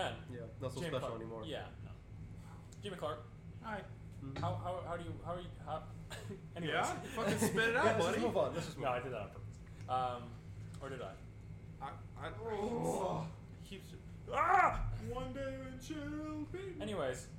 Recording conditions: uneven or low level